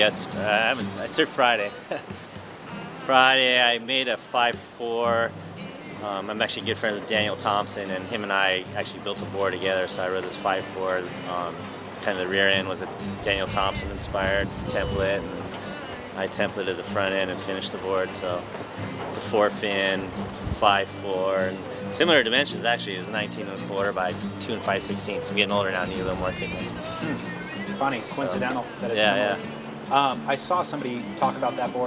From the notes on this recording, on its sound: This episode was recorded at The Boardroom Show